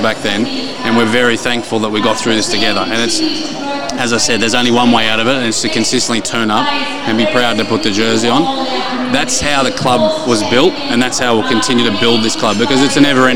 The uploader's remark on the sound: We head out to do a live podcast at Bankstown RSL.